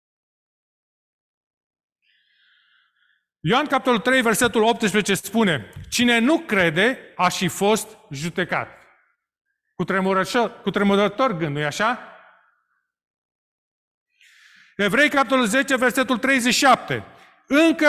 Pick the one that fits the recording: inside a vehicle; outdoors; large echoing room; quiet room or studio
large echoing room